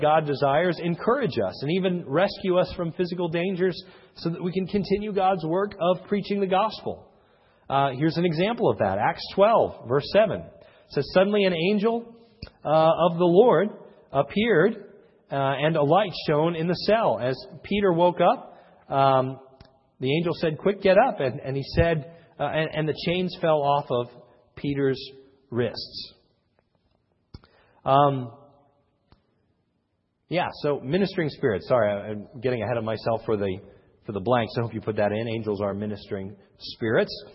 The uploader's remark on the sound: This is a sermon recorded at the Lebanon Bible Fellowship Church, in Lebanon, PA. During the evening service.